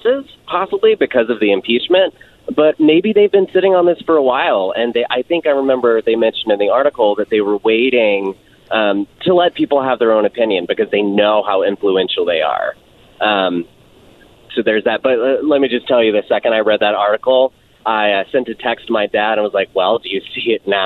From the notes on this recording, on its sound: First Guest – Call